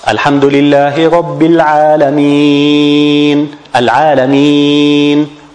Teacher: Because when we stop on it, we place sukoon. So in this case, we can extend the ya between 2 to 4 to 6 harakat. · Term: al-mad al-aqid lassukun